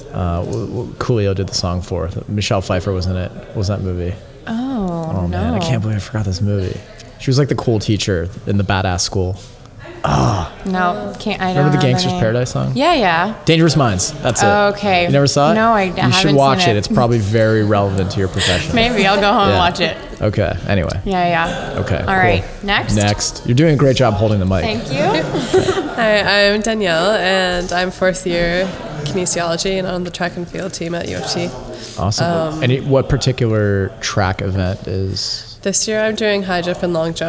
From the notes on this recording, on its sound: This podcast taped live at an event hosted by lululemon